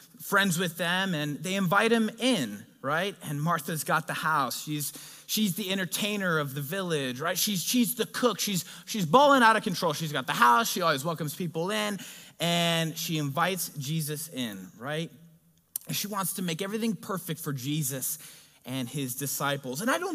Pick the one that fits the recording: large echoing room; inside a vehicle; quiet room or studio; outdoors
large echoing room